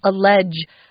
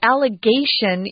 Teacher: Notice it's pronounced very differently. The verb has a soft J sound, allege, but the allegation uses the hard G.